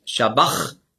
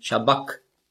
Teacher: das Chi, das hat man ausgesprochen so wie ein C hinten im Gaumen · Shown in: second take